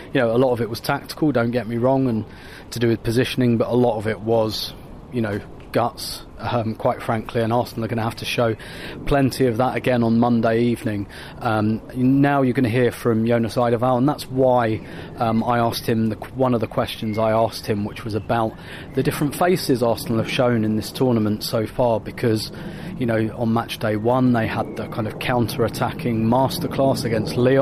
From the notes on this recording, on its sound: in the mixed zone in the immediate aftermath of the first leg in Germany